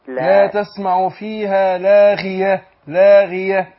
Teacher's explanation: الغين المكسورة تاخد أدنى درجات تفخيم